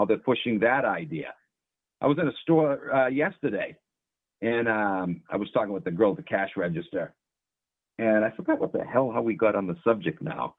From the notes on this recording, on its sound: opens up the call in lines